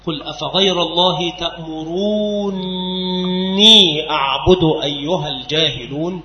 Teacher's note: إسكان النون الأولى نون الرفع وإدغامها في الثانية، فحينئذ تصير نونا مشددة